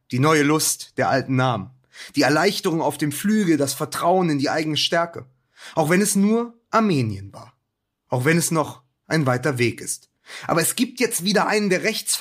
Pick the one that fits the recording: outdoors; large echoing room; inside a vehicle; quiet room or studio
quiet room or studio